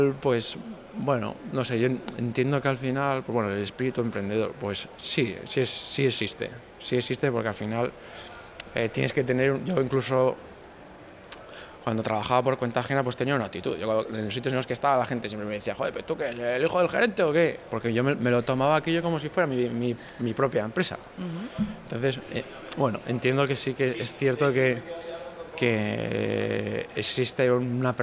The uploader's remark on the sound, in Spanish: grabados en Bventure 2022, el mayor evento de emprendimiento de la zona norte